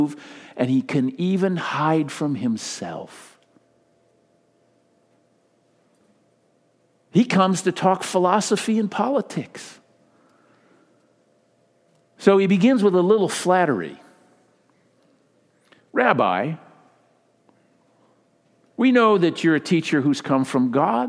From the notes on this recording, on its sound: Delivered during the Contemporary Worship service.